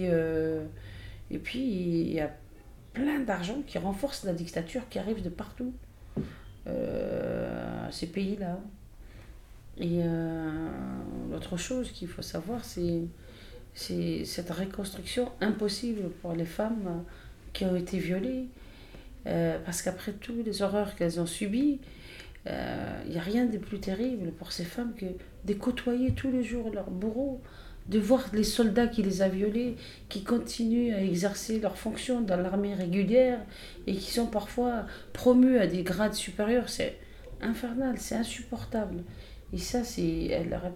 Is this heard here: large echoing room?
no